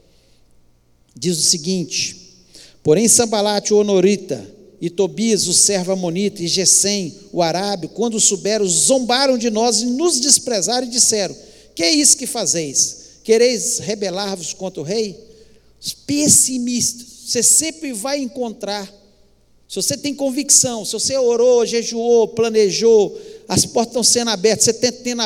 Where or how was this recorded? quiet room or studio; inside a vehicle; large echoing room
large echoing room